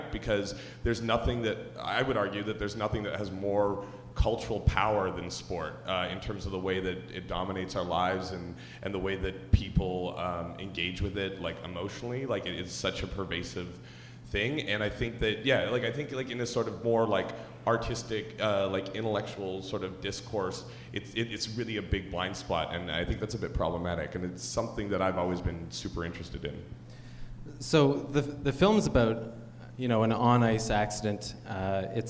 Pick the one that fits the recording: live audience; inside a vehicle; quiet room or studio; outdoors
live audience